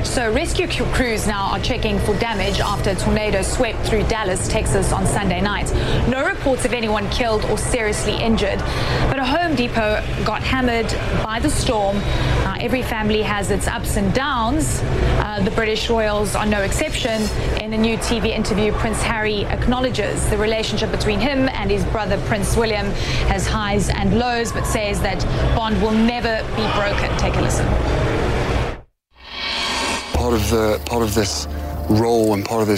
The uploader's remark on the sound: live from outside the Houses of Parliament